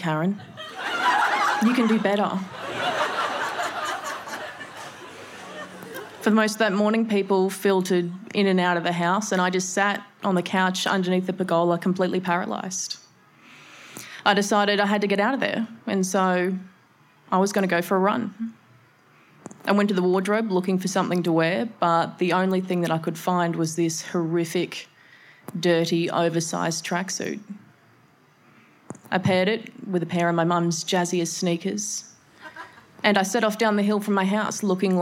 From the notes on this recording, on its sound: SPUN: True Stories Told in the Territory is a live storytelling event that showcases some of the extraordinary people and stories that make up the Northern Territory. Story was told at our event at Darwin Festival in 2018.